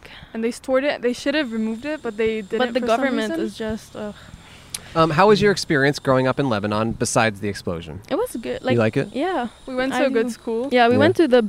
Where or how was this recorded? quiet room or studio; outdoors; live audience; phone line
outdoors